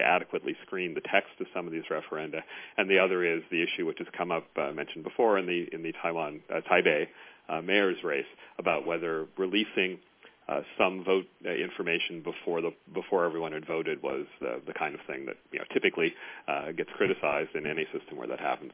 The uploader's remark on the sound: The National Committee convened a teleconference call on November 30. Called in from Taipei.